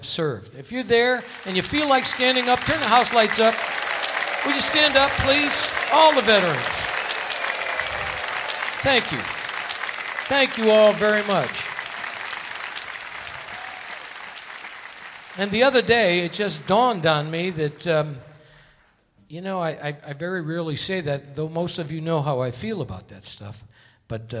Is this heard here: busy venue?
yes